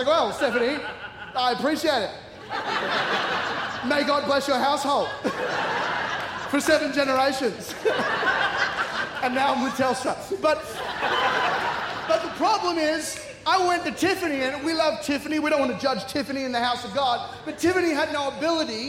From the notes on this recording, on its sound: C3 Powerhouse. Recorded during our 5pm service on Sunday, the 14th of January 2024.